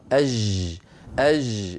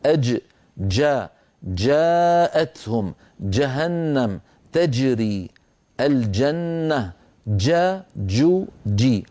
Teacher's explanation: بدايتها انقفال تام للمخرج · Shown in: second take · ليس جا جو جي، ليس بداية المخرج مفتوح والهواء يتسرب والصوت يجري، فانتبه إلى ذلك. · Term: الجيم الفصيحة